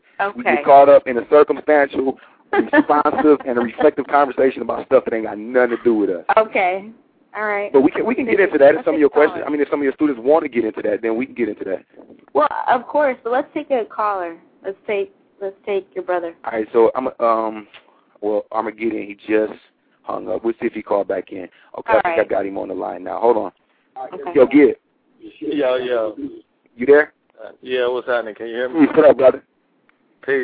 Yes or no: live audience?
no